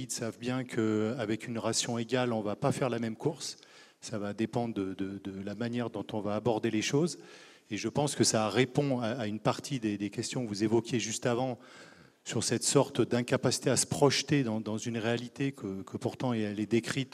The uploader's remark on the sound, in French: Une conférence de l'ENSA, Ecole Nationale de Ski et d'Alpinisme à Chamonix-Mont-Blanc.